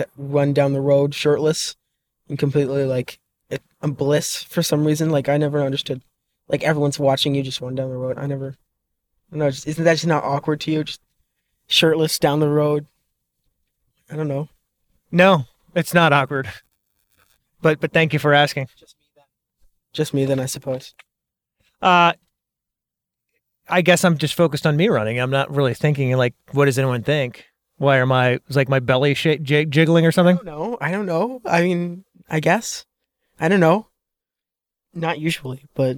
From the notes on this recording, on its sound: While driving to football practice.